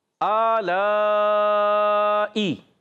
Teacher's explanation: अब आ जो है एक अलिफ खींचना है, ज़्यादा नहीं, एक अलिफ खींचेंगे क्योंकि खड़ा ज़बर अलमद्दा ही कायम मकाम होता है, और फिर हरफ मद्दा है उसके बाद हमजा उसी कलमे में, ये हो गई मद्दे मुत्तसिल।